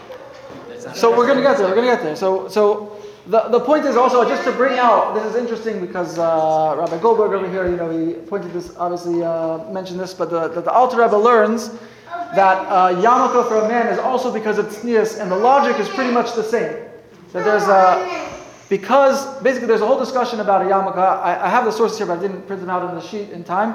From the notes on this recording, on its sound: Sunday Kolel Lecture. Recorded live at The Torah Center ATL on June 11, 2023.